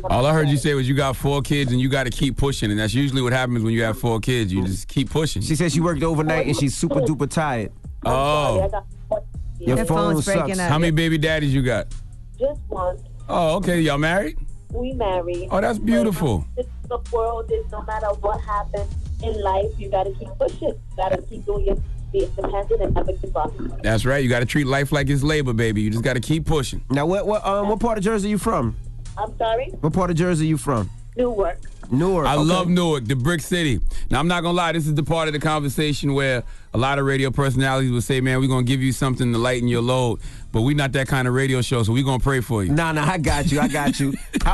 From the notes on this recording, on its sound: We opened up the phone lines.